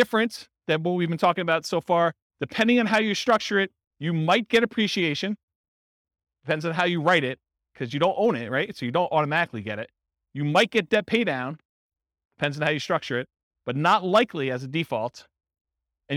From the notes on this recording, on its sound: This was a live class recorded